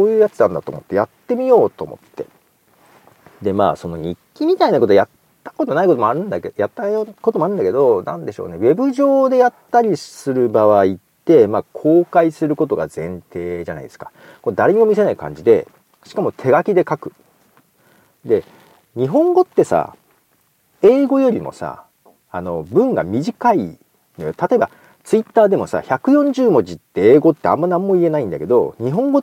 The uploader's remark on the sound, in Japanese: 豊田市美術館へ行きました。新しく購入したラベリアマイク（ Comica BoomX-D2 ）のテストも兼ねて、美術館前で写真を撮りながら収録しています。